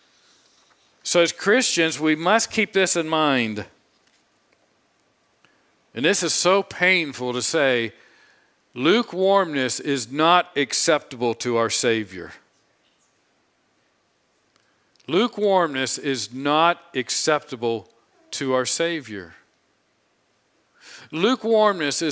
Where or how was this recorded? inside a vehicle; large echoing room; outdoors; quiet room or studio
large echoing room